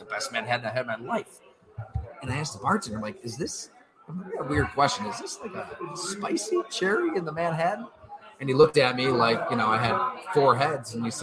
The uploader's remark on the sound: We come at you live from Fattey Beer in the village of Hamburg, NY, with some jazz music in the background.